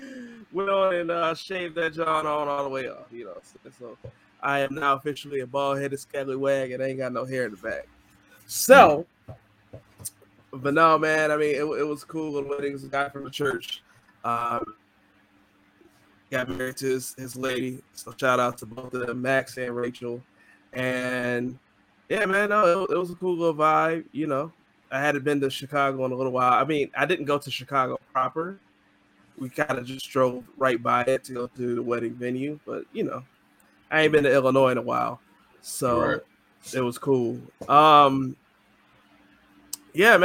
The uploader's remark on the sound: NOTE: Our virtual recording platform is having technical difficulties. Our audio is somewhat choppy and we were unaware until near the end of the epsiode.